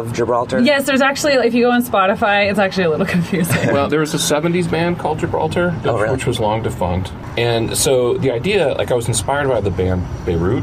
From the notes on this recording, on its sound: at the Georgetown Trailer Park Mall